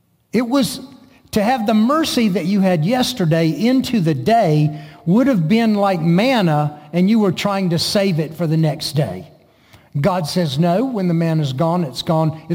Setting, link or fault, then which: setting, large echoing room